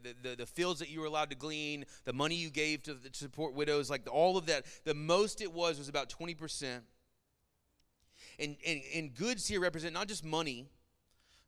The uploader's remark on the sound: Sermon Audio from our Worship service.